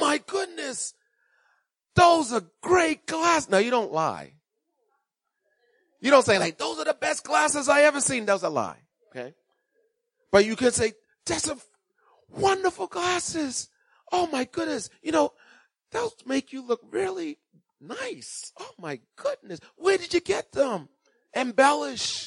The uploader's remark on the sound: Recorded on 2016-03-06 at 08:30am Service